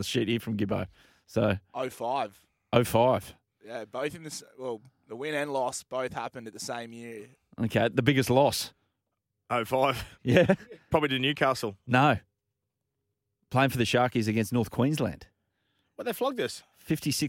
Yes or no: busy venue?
no